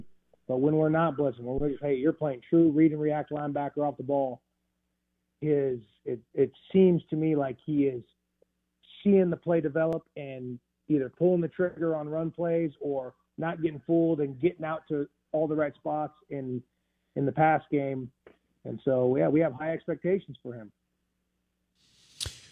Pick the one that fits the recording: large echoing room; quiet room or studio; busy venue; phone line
phone line